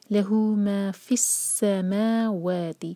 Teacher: ما اور و دونوں کو دو دو حرکہ کھینچیں گے